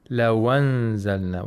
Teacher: We have Naql. The Fatha goes to the Waw, and the Hamza is not pronounced.